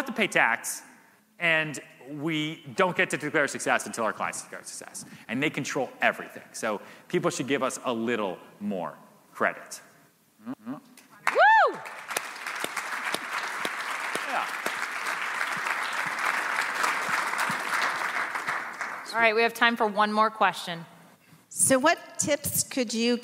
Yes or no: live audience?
yes